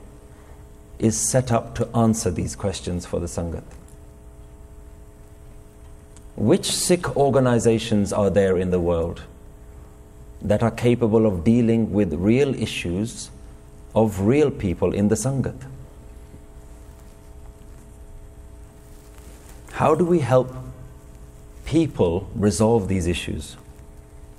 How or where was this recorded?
large echoing room